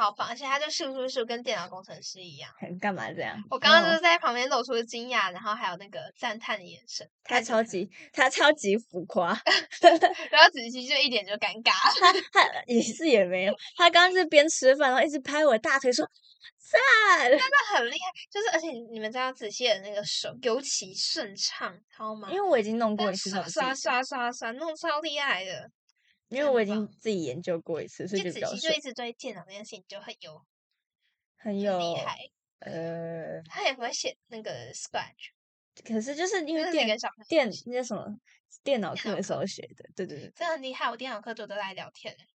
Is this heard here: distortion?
yes